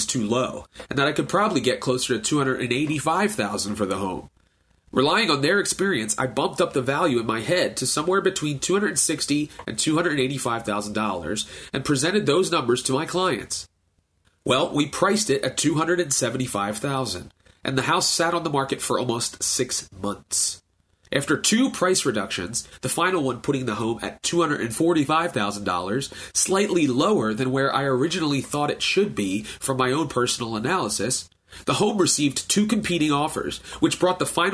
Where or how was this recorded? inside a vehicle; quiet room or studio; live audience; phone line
quiet room or studio